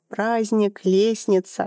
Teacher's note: в таких сочетаниях ЗТН, СТН, СТЛ, вот этот вот средний звук, он выпадает. Тяжеловато его произносить. · Term: выпадение звука